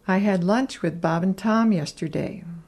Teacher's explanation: Like most function words, and is usually reduced.